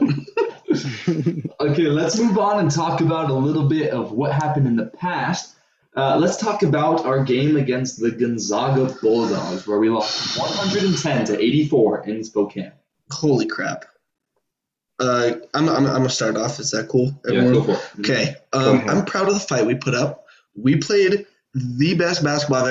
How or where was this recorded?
video call